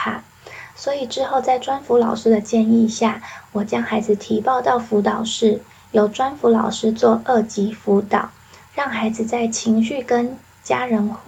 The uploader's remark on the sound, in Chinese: 然後很抱歉，因為鄰居在施工，我在錄音的時候一直分心。